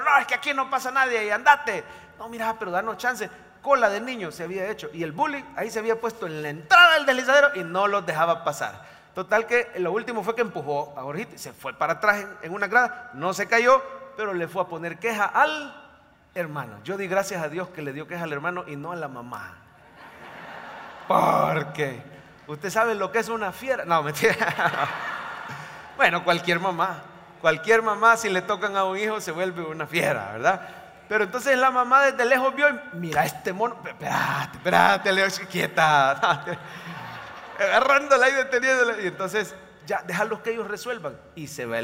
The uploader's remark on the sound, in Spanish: mensaje predicado en vivo desde el Centro Familiar de Adoración CEFADCHURCH.